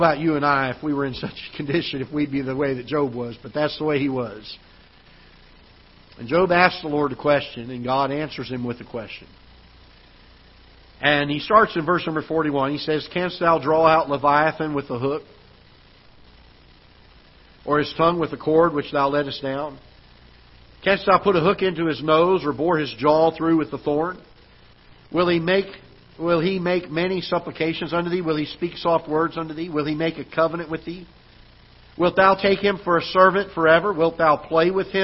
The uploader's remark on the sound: Ketha Heights Baptist Church ~ Live Broadcast.